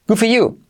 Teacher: Si lo dice rápido, fíjate que la D casi ni se dice.